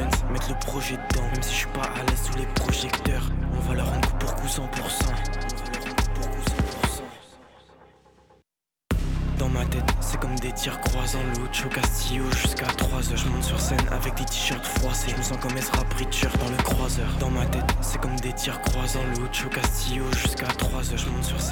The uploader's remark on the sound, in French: Dans le cadre du « Forum de la Création Audiovisuelle » organisé par l’association Bulldog audiovisuel , nous étions en direct au Safran le 2 décembre dernier.